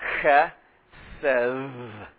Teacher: Then a short E, as we would call it in English, then an S sound with a short E, and then it ends with, though it gets transliterated with a D, it's going to end with a hard TH sound, like in the beginning of the English definite article, the.